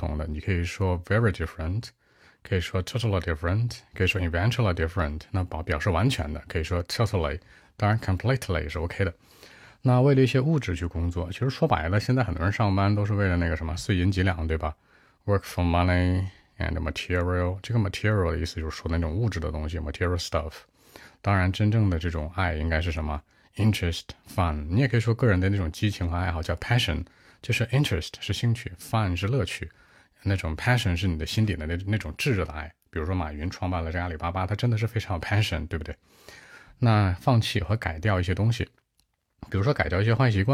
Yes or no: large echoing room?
no